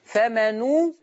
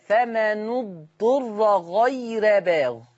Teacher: خلي بالك من ضم حرف النون فمنو ضم الشفة جيدا